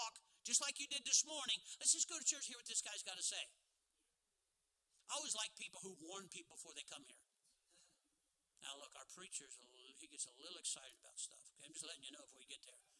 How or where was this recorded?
large echoing room